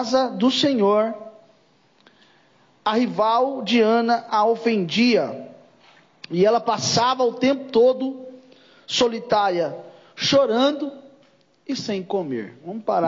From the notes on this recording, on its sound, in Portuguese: Culto gravado em 06/09/2022 durante culto das causas impossíveis